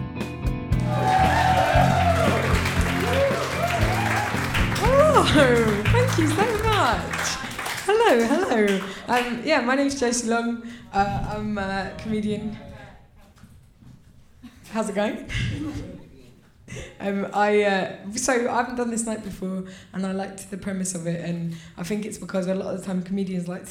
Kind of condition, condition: setting, live audience